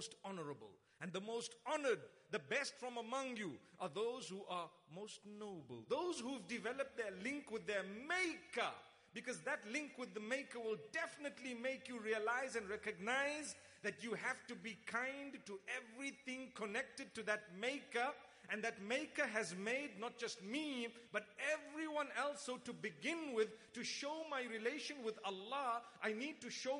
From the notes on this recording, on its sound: Lecture. In Dubai at Zayed Bin Mohammed Family Gathering on Jan 19th, 2018.